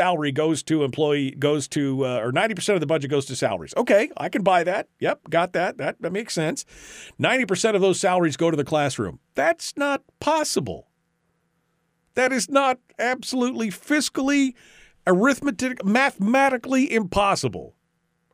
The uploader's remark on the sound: we'll take your phone calls and discuss issues that you care about as well.